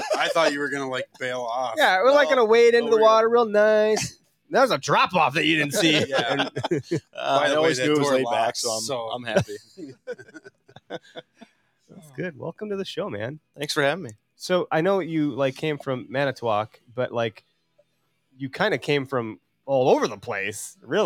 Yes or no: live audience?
no